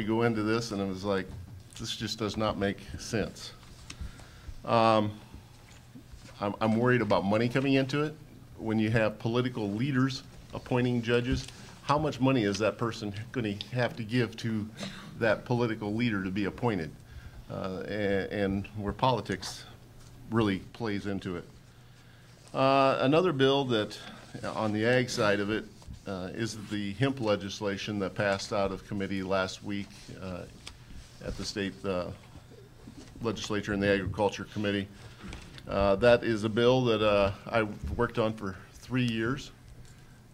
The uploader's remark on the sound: LWV Legislative Forum. Audience able to ask questions.